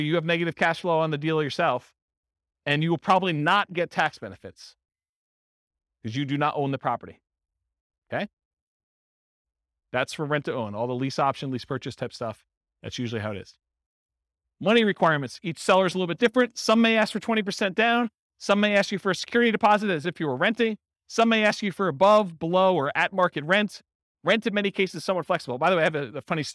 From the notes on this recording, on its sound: This was a live class recorded